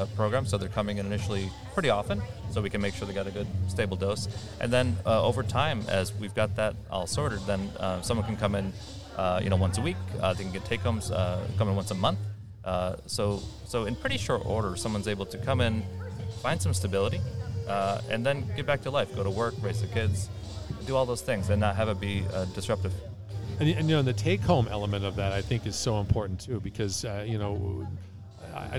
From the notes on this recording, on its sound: at the Alcoholism and Substance Abuse Providers of New York State (ASAP) Conference in Niagara Falls